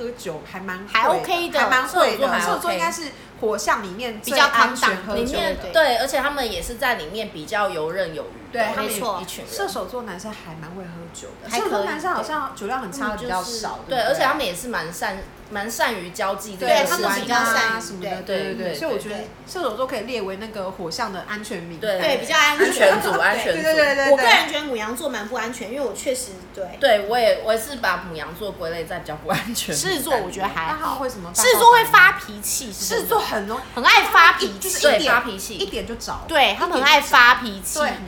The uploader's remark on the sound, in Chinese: 喝酒那些事系列由於是試錄集，收音設備非常陽春，請海涵。